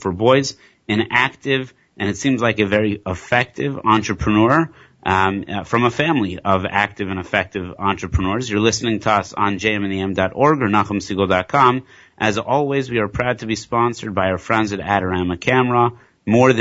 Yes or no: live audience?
no